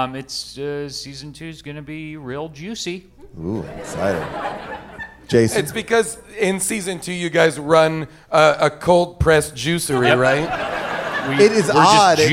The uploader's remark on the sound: Recorded live at Largo at the Coronet in Los Angeles.